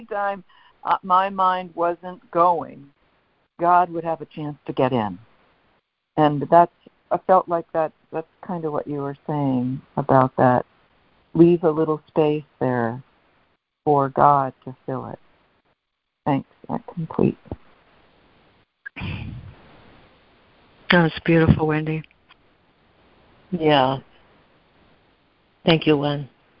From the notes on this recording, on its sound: ACIM Daily Conference Call